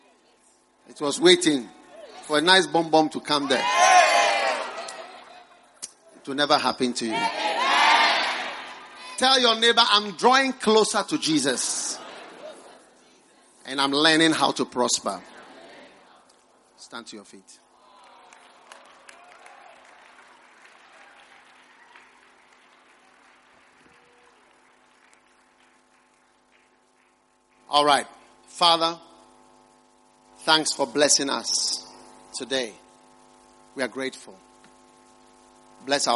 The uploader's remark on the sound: Preached at the First Love Center.